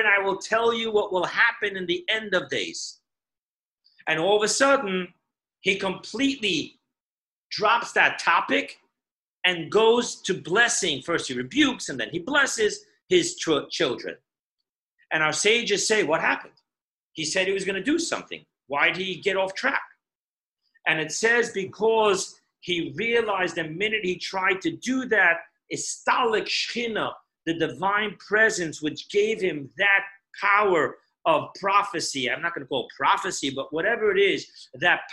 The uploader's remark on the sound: Zoom Parsha Class